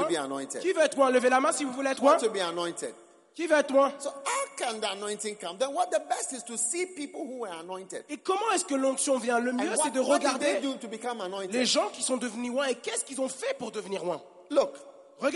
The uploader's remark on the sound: Preached at the Give Thyself Wholly pastors' conference in Mampong - Ghana